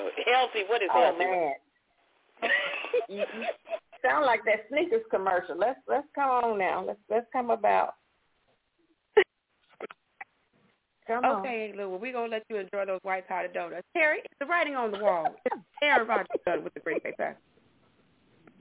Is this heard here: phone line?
yes